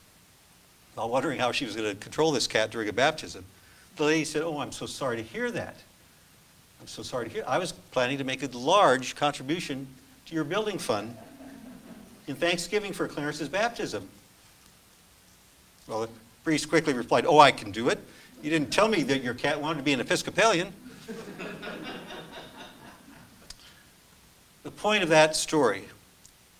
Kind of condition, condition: setting, large echoing room